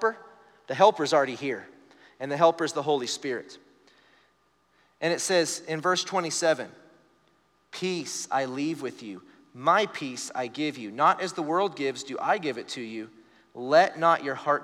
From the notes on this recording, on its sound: Recorded live during our Wednesday night service.